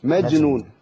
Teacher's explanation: بمجنون الجيم عندي ساكنة، والجيم الساكنة تقلقل